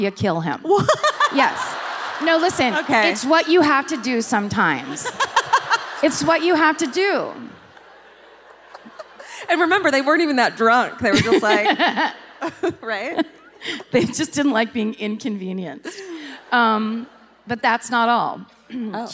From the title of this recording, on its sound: Live at the Blaisdell Concert Hall in Honolulu